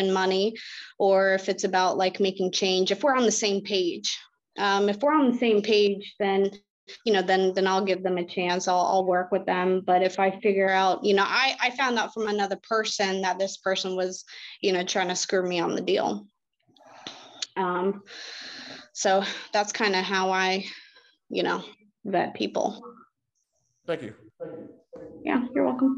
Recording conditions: video call